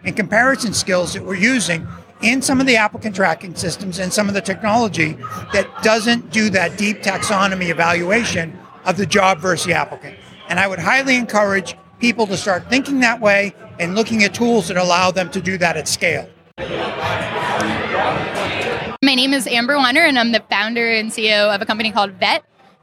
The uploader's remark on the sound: This special episode was recorded at the first ever Recruiting Future Podcast live event at the HR Technology Conference in Las Vegas. I was blown away by how many people came along.